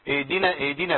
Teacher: اهدنا ما تخليش الهاء تبقى زي الهمزه